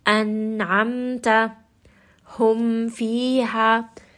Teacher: we have the letter with idhar, and you can hear that that sukun is not too long. The ghunna is not too long · Term: naqisa ghunna